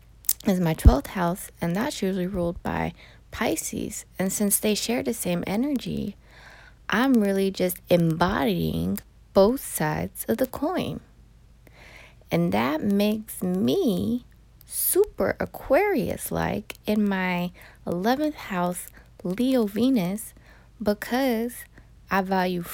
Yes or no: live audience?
no